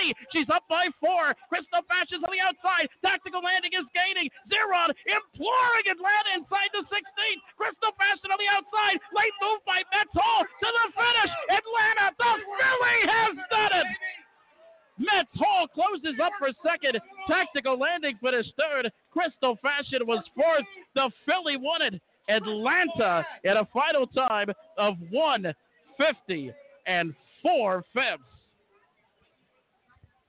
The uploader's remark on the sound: Live from The Meadowlands. With coverage of the 2018 Hambletonian, live from Meadowlands Racing and Entertainment in New Jersey.